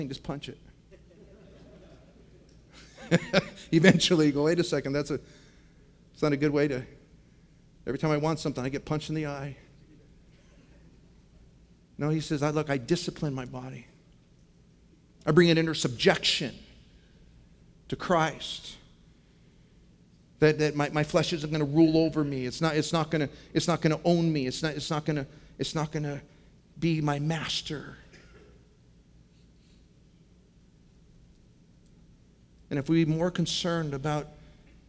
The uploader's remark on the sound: From the 2015 Southwest Men's Conference, Straight Up.